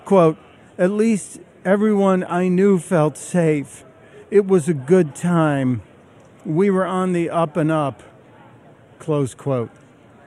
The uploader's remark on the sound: Live form Freedom Fest. On The Blaze Radio.